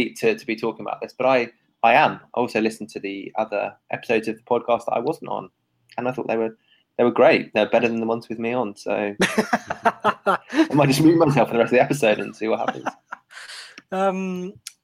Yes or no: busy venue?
no